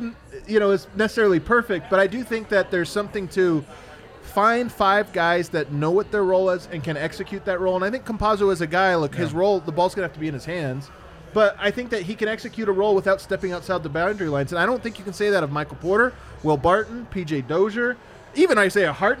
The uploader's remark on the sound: Live from the Winner's Lounge.